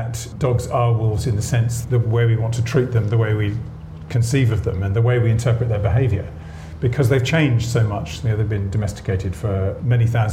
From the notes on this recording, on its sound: This podcast was recorded at Foyles bookshop in Bristol in association with the Bristol Festival of Ideas . This podcast was recorded at Foyles bookshop in Bristol in association with the Bristol Festival of Ideas .